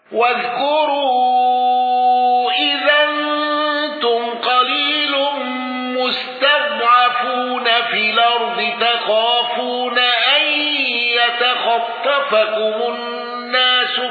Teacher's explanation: قالون بتوسط المنفصل وصلة ميم الجمع ولم يندرج معه أحد